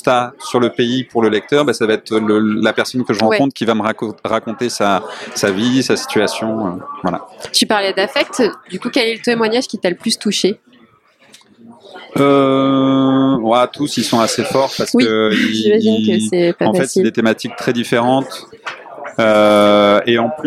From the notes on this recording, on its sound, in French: En Festival : Les Reflets du Monde en Lutte - Quai des Bulles 2022. Avant dernier épisode enregistré à Quai des Bulles.